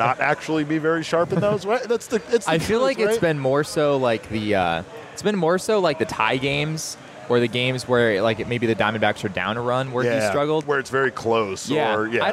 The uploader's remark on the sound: live from Four Peaks Brewing Company